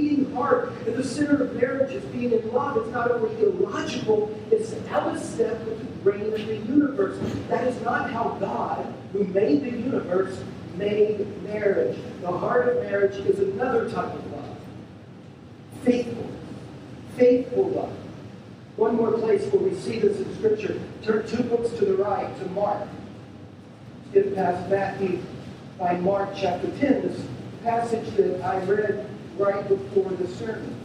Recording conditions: poor sound quality